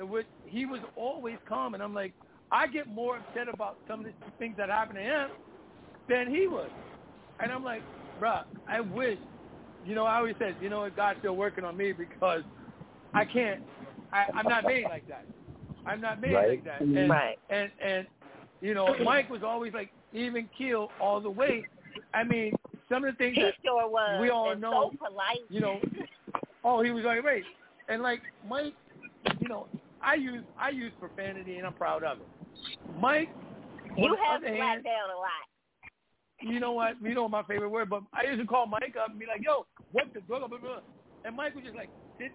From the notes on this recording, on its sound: This a call in show